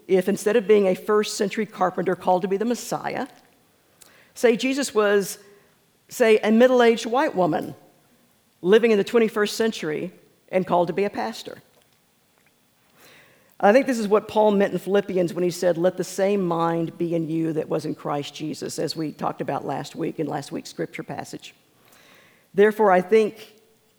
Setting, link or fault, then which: setting, live audience